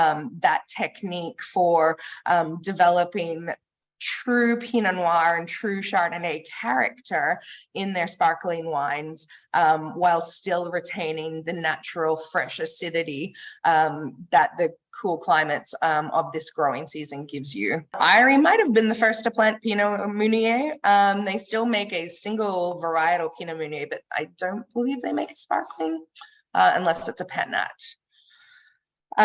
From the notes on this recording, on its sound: Today, I am sharing the audio of an online webinar I attended in April for Oregon Wine Month.